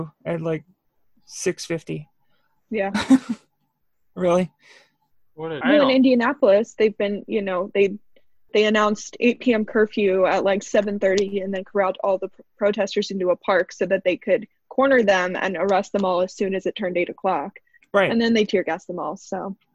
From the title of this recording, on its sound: another zoom edition